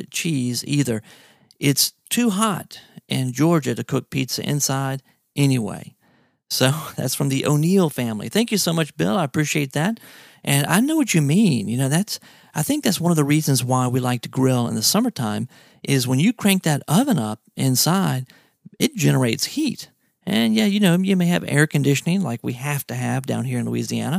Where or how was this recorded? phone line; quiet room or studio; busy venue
quiet room or studio